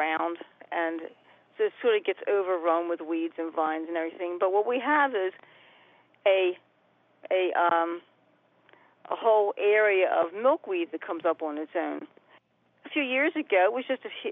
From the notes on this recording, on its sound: Your wild phone calls!